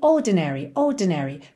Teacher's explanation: essa palavra ordinary, ela soa exatamente assim, ordinary, ordinary. Porque o R não está enrolado